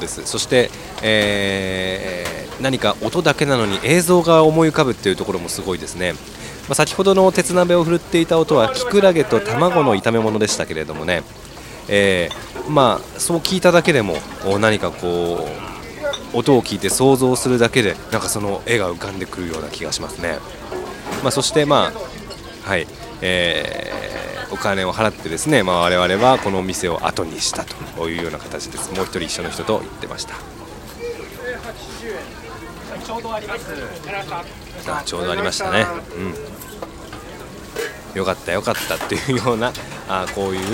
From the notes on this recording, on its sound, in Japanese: きょうは、外録音声を中心にお届け。新宿西口は思い出横丁の町中華の料理風景を中心に音声をお届けです。岐阜屋』（中華居酒屋、新宿西口思い出横丁、2022年3月12日）。収録場所：東京都新宿区、東京都武蔵野市内。